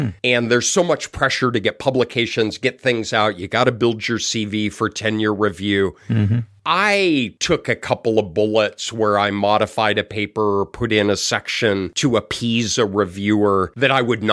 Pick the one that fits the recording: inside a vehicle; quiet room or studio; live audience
quiet room or studio